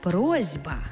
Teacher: Глухий звук «с» стоїть поруч із дзвінким звуком «б», а глухий плюс дзвінкий шукає собі дзвінку пару. Тобто глухий «с» знайшов собі дзвінкий «з», і в транскрипції з'явилася «просьба» · Term: дзвінкий плюс дзвінкий